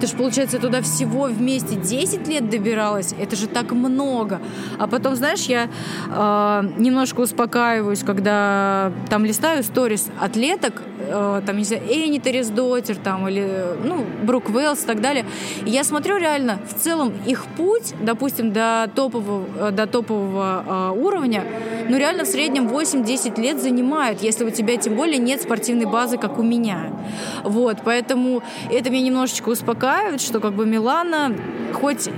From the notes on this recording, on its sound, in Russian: В этом мини-выпуске, который мы записали во время Siberian Showdown 2021